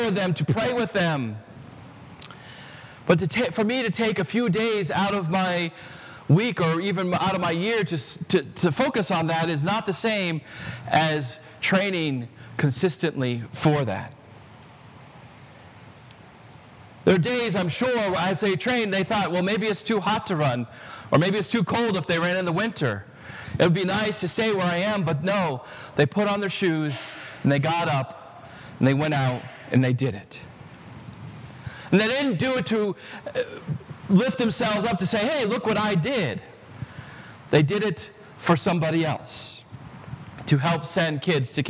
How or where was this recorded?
large echoing room